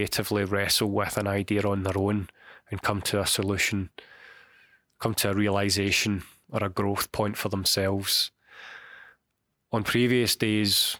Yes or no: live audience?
no